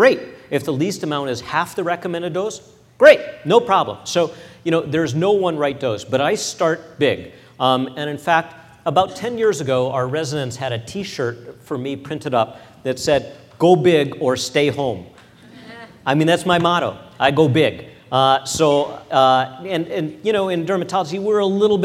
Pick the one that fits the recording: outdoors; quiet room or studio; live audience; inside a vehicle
live audience